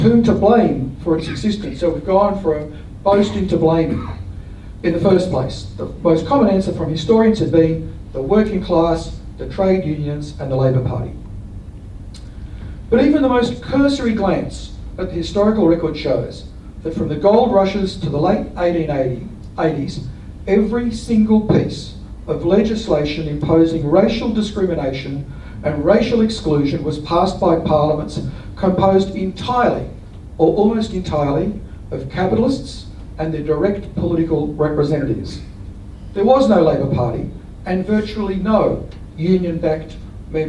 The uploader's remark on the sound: This talk was delivered as the Brisbane Labour History Society's Alex Macdonald Memorial Lecture 2023.